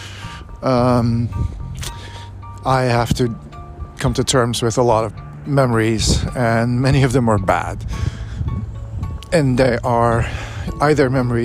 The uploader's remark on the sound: Recorded on a necessary walk outside.